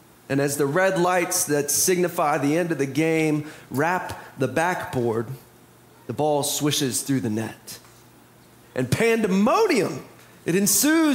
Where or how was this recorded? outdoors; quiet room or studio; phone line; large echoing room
large echoing room